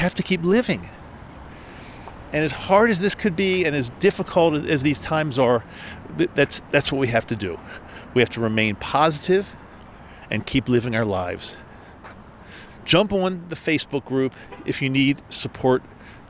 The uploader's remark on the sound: This is a SPECIAL EPISODE – recorded outside while walking hence the breathing!